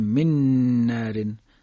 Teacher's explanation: نون اول حذف میکنیم، نون دوم رو تشدید میدیم. یا مثلا کم من، جدا جدا نمیگیم، میگیم کم من، به این ترتیب. · Term: ادغام